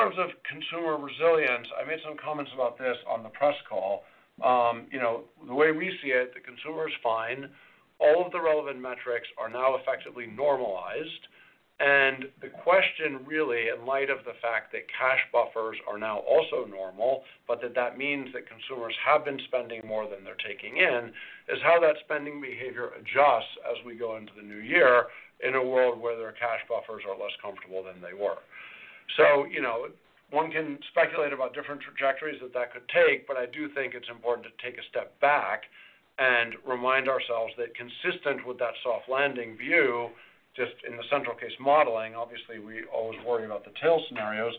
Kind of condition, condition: link, phone line